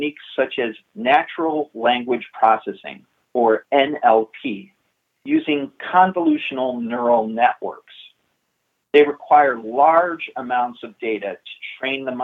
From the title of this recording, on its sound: Investor Conference Call